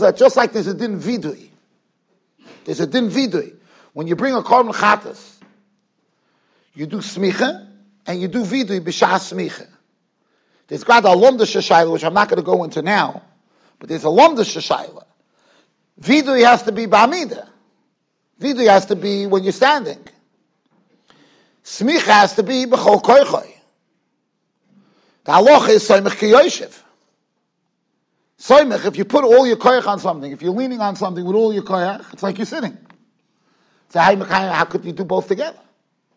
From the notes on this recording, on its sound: Shiur recorded in Yeshivas Ohr Reuven, Monsey NY.